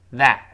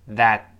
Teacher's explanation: 读快了之后就是 that，最后那个 t 又会失去爆破 · Shown in: second take · 再复习一遍，单词末尾如果出现了字母 t 或者字母 d，发 t 或者 d 这个声音，读快了之后，即便后面没有其他的辅音了，它单读这个单词本身也会失去爆破，就是特殊的 t 还有 d 这两个爆破音。比如说我们读慢了，那个是这么读 that，读快点注意失去爆破 that。好，我们再完整的读一遍这句话 Why is that?Why is that?哎，这句话背下来，这为什么呀？这为什么？注意不要读